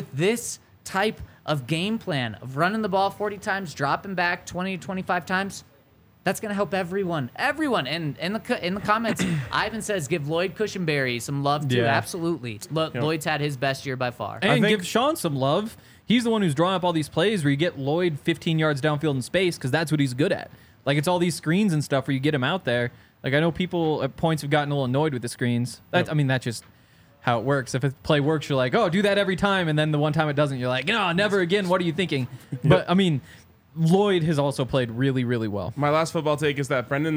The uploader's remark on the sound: Coming to you LIVE from the DNVR Bar.